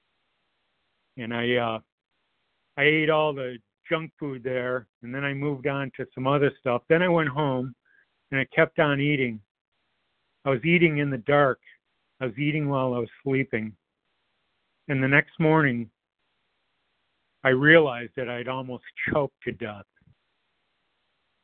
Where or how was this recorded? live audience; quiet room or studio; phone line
phone line